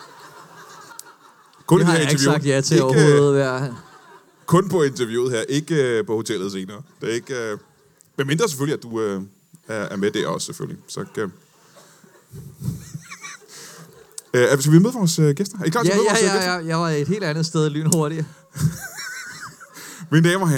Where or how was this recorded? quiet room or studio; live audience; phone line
live audience